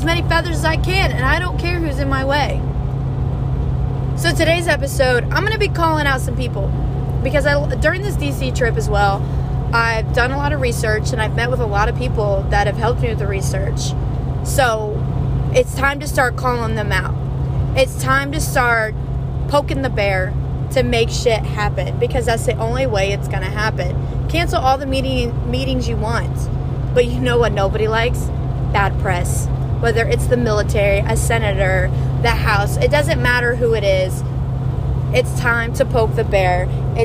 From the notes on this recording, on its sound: Sorry for the background noise too.